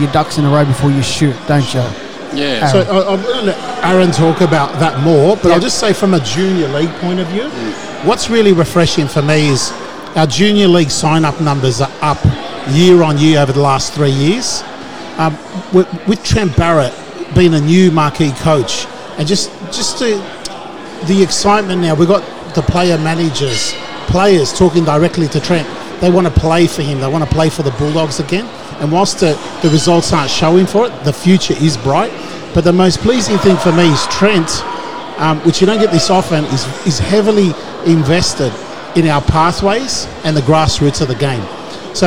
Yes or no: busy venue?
yes